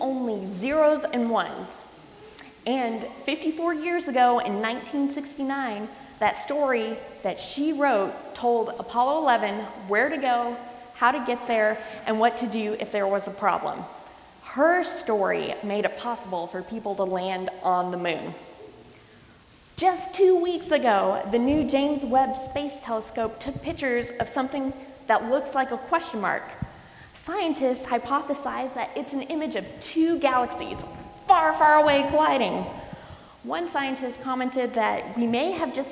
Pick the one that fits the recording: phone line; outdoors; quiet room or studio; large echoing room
large echoing room